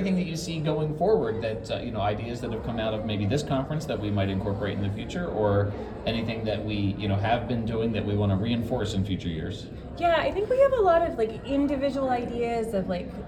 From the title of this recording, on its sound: Live from NAI 2023 in Little Rock, Arkansas!